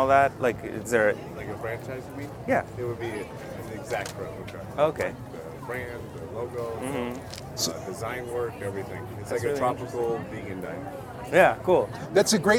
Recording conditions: busy venue